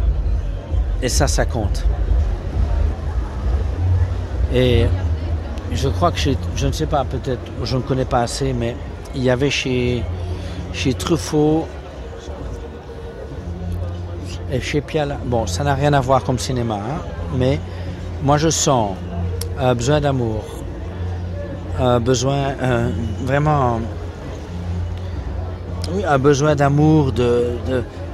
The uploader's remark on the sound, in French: Promenade sur la Croisette, à Cannes, lors du festival de 2008.